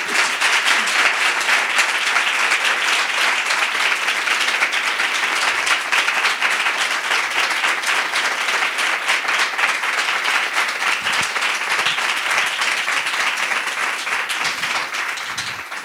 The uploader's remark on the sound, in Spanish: Muchas gracias a todos los que nos habéis podido acompañar en el Ámbito Cultural del Corte Inglés de Callao en la grabación de la #Luna377